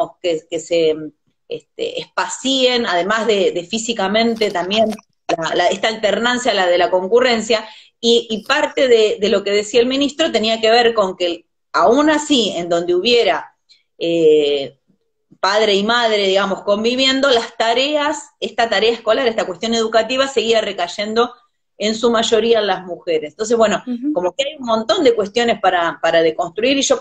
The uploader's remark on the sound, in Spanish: Entrevistas de cuarentena por Instagram Live